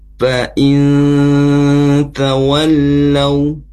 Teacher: nun sukun bertemu huruf ta. Ini yang disebut dengan ikhfa yang bunyinya samar dan didengungkan.